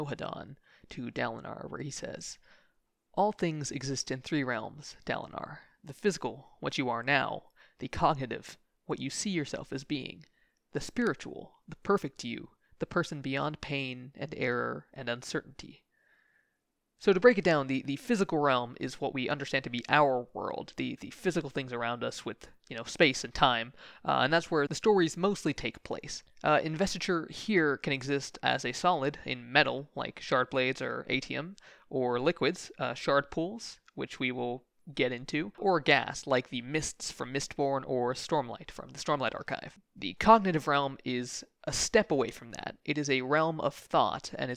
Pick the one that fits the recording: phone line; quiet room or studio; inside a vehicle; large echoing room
quiet room or studio